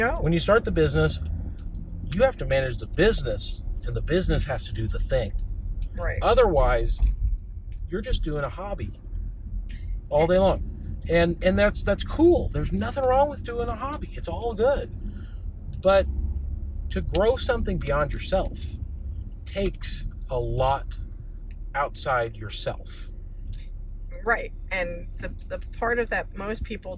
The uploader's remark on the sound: Episode one is short and raw. Recorded while driving back from a solid meeting with our Amazon fulfillment center.